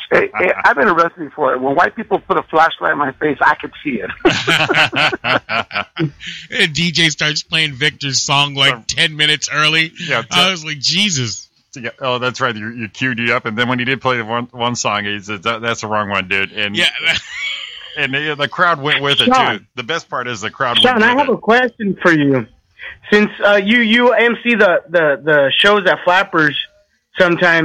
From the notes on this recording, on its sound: Joins us on the phone. Chat on the phone with our pals.